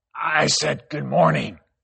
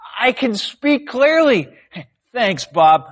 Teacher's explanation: Your voice is raspy. Sounds deep and rough. · Shown in: first take